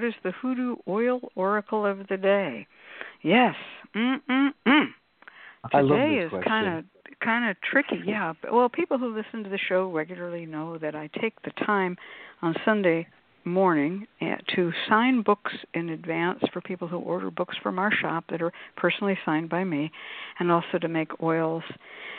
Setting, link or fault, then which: link, phone line